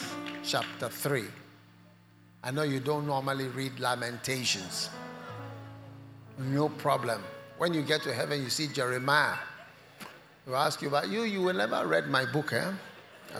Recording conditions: large echoing room